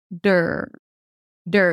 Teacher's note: Then you bring the tongue up for the D sound, and then you pull it in for the R